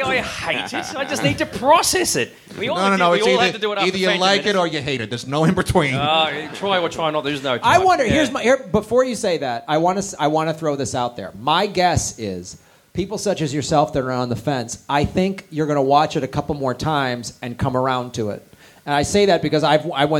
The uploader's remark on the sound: Live from Australia. Do a live podcast at Seamus O'Tooles Irish Pub in front of 250 people in Melbourne Australia!